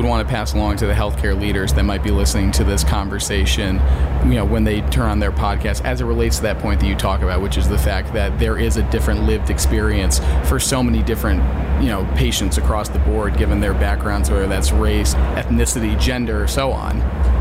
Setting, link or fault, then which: setting, busy venue